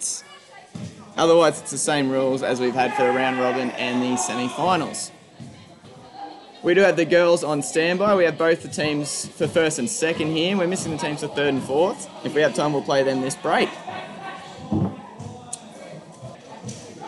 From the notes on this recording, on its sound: This episode features live audio from the Senior School Badminton Competition, including live interviews from the TOP 4 teams in each age group.